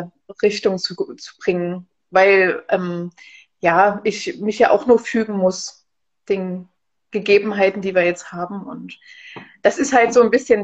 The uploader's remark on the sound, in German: Unser Gespräch wurde Ende Januar im Rahmen eines Instagram-Livevideos aufgezeichnet.